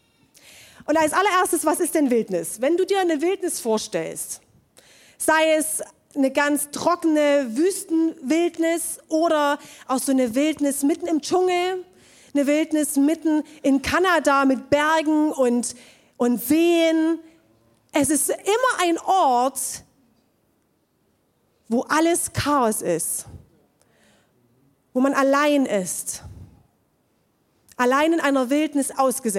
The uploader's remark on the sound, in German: Zeal Church Dresden. Audiomittschnitt der Predigt vom 03.12.2023 im Kurländer Palais in Dresden.